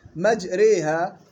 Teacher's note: تمال فتحة الراء ما بين الفتحة والكسرة وتمال الألف التي بعدها بين الألف والياء